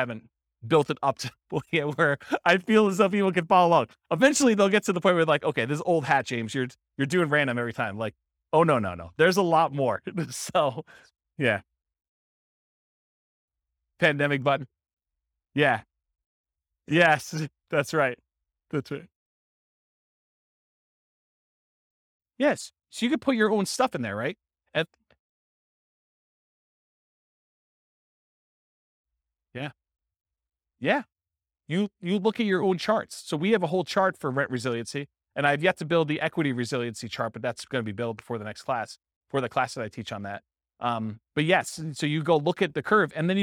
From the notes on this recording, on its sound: This was a live class recorded